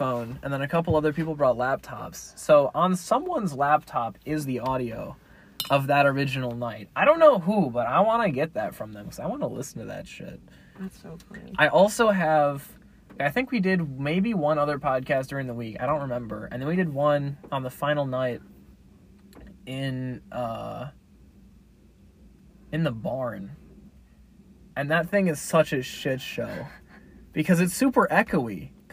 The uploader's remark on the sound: Minicast in my car.